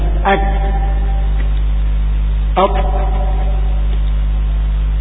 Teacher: فلو نطقنا على حسب هذه الصفات يكون اللفظ هكذا، أما إذا نطقناها كما ينطقها الناس إذن فهو حرف مهموس، فالناس ينطقون الطاء مهموسا كنطقك للكاف